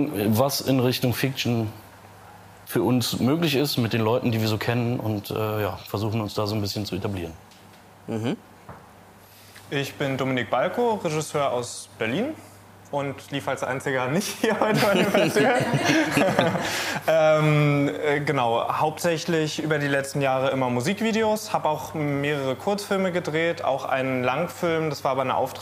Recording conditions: busy venue